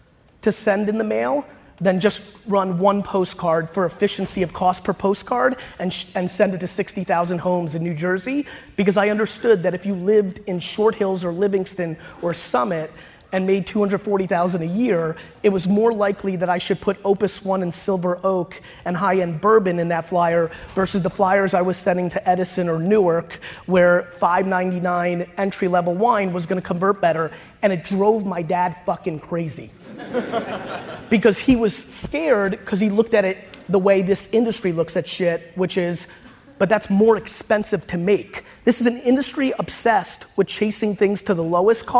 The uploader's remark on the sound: Today’s episode is from a talk that I gave last month at the MediaLink conference.